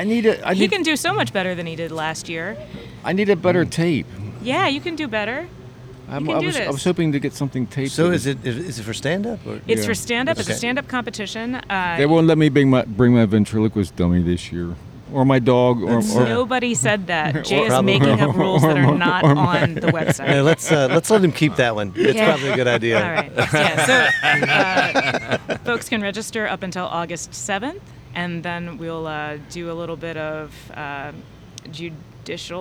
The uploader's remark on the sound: Recording outside is hard. Tonight we were reminded why recording outside might not have been the best option for a podcast! Large groups, barking dogs, car horns, car alarms, screaming children, church bells and maybe a murder. Tonight we heard it all.